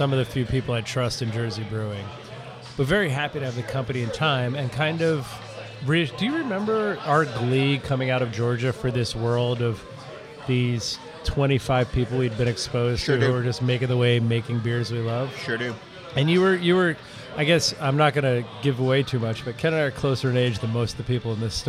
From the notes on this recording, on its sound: We’re hitting this road this week for the first of four Philly shows recorded last week at Human Robot’s new spot along the Schuykill River.